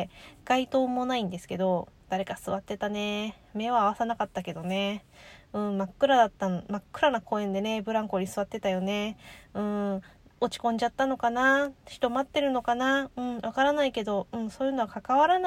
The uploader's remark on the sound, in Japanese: 帰宅前に、自家用車の中で収録する事を覚えました